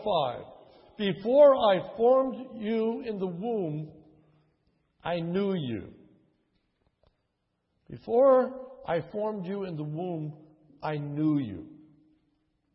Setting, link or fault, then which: setting, large echoing room